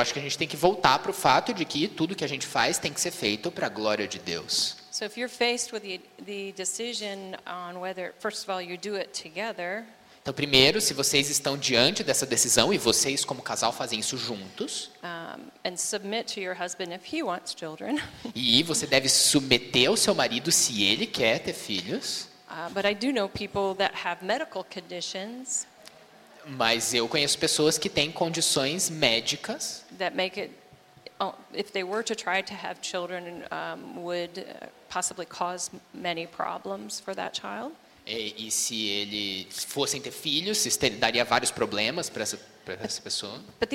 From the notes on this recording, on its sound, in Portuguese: Conferência de Mulheres IBJM. Audio gravado na Igreja Batista Jardim Minesota.